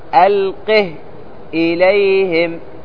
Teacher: حفص صاحبنا هذا قرأ بتسكين الهاء